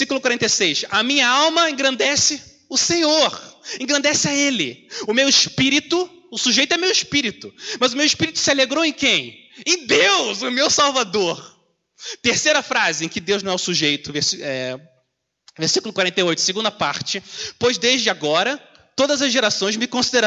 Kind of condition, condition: setting, large echoing room